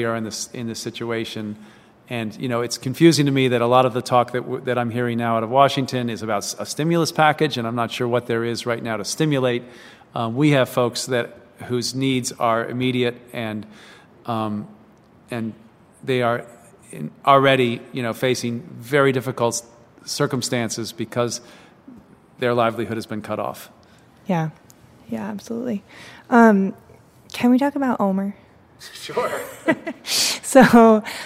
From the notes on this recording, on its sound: recorded at an empty Woodberry Kitchen in Baltimore